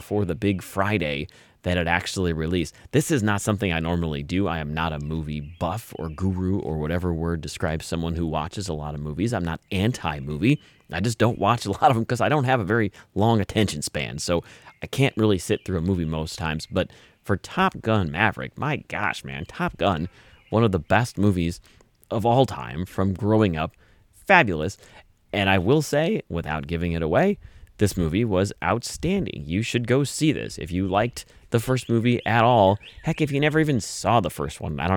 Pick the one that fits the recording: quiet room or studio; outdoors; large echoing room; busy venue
outdoors